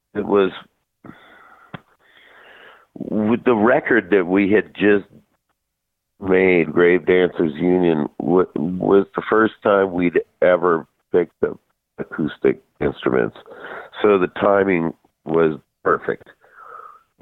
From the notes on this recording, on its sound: called